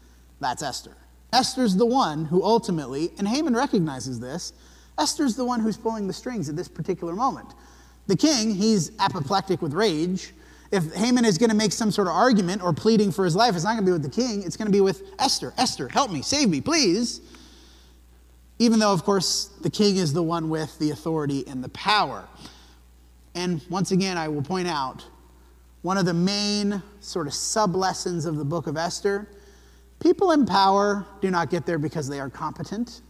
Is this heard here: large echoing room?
yes